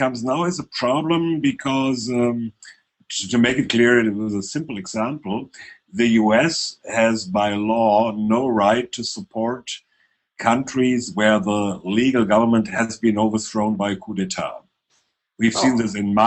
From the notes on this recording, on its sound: Recorded on July 3, 2013 in a Live Hangout